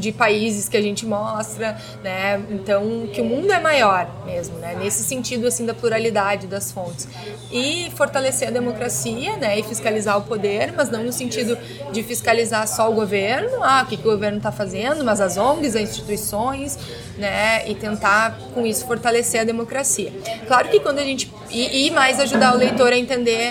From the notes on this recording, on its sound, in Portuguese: O bate-papo foi gravado no Café do Duque, no Centro Histórico de Porto Alegre, em agosto de 2016.